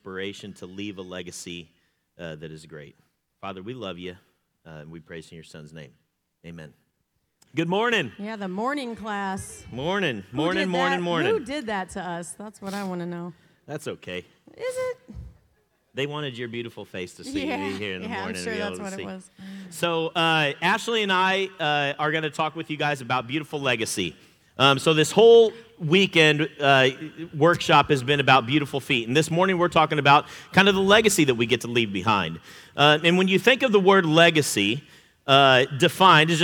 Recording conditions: large echoing room